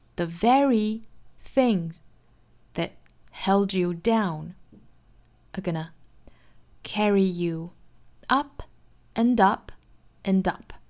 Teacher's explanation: you up and up andup。一般来说有逗号呢都会有提示停顿的，但是如果语速比较快的话，像电影里面这个片段哈，我们听到小老鼠都是做连读的，都连起来也是可以的。还要注意这句话的这个实词重读虚词弱读 The very things 重读 held you down, held down 做重读 carry you up, carry 重读 up 重读，其他的小虚词都要做弱读。好，我们来用非常慢的速度用音读一下 The very things that held you down are gonna carry